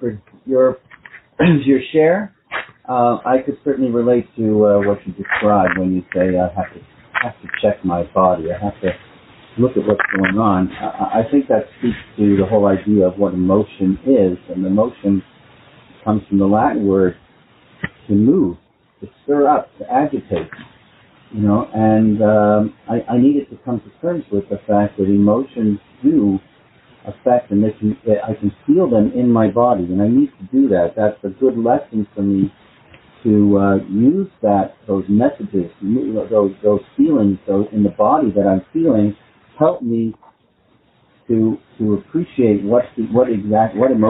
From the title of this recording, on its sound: Phone Meeting Workshop